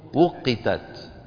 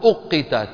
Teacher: فمن العرب من يبدل الواو همزة حتى يعني يتخلص من الضم من واحد من الضمين. مو في ضم للواو وضم للواو للضمة.